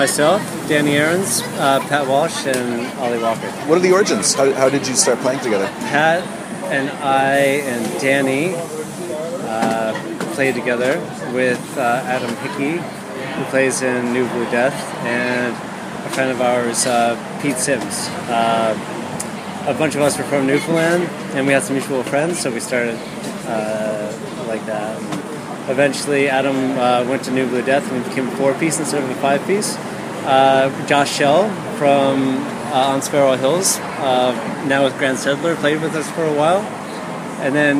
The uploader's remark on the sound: Live show + interview. Live at Haebongchoen`s Thunderhorse Tavern.